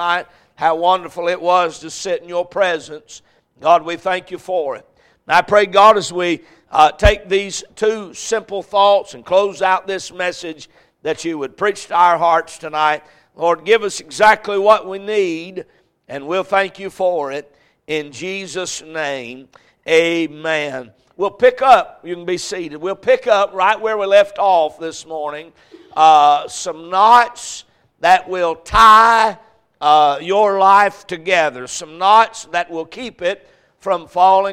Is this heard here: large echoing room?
yes